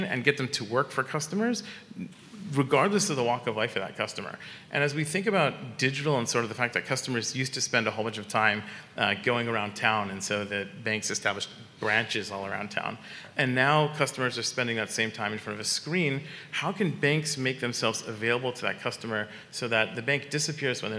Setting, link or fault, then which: setting, live audience